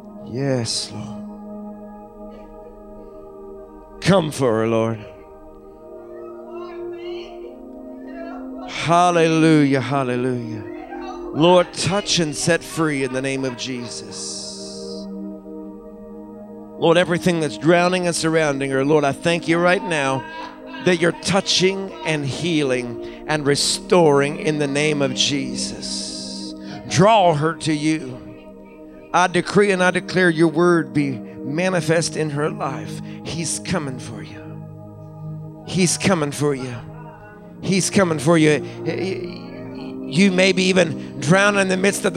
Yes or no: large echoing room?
yes